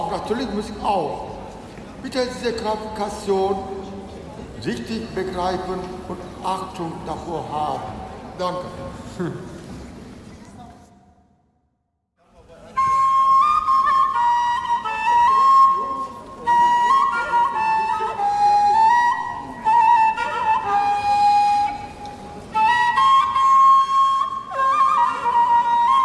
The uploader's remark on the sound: A field recording of a Turkish-Afghan flute master. Performing in the street of Koln in Germany.